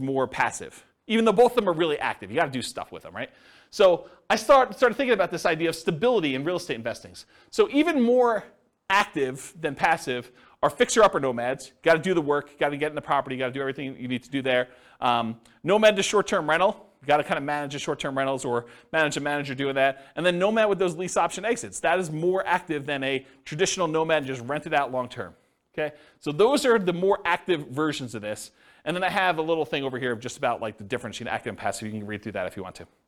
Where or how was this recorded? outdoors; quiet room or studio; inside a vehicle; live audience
live audience